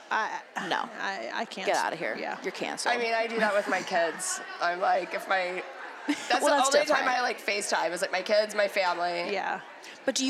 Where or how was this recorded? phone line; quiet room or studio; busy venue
busy venue